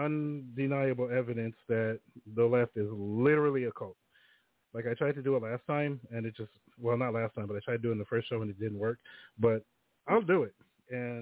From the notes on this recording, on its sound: The phone lines are open in the second hour.